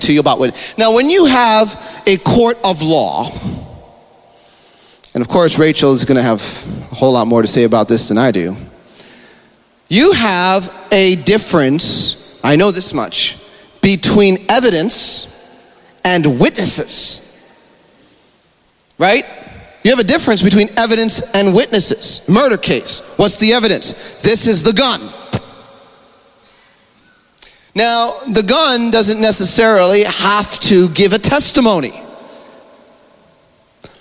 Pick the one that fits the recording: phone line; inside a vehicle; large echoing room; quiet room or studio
large echoing room